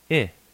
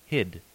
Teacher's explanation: The fairly front, fairly close unrounded vowel, small cap I, I, English hid.